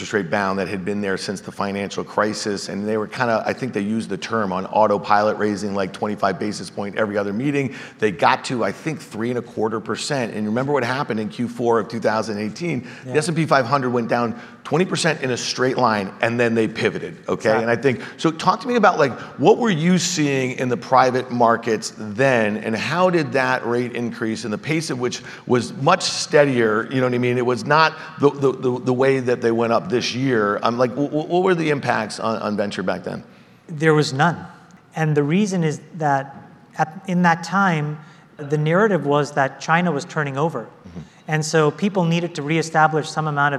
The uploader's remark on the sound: Have a chat at the iConnections Global Alts Conference in Miami. Have a chat at the iConnections Global Alts Conference in Miami.